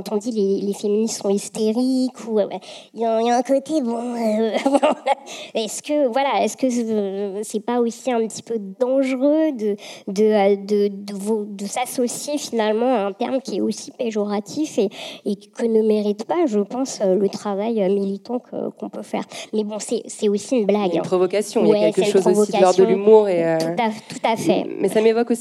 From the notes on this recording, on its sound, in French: Enregistré le 11 octobre dernier au Carreau du Temple dans le cadre du cycle de conférences « Présent·e·s » qui explore la place des femmes dans l’espace public.